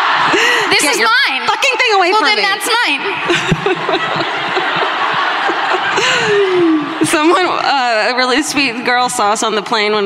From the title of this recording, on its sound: Live at the Red Rock Ballroom in Las Vegas